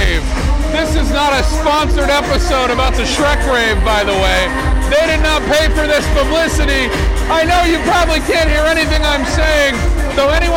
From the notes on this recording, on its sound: They have to talk about Carl Fourneaux while recording it at a rave! A Shrek rave, specifically.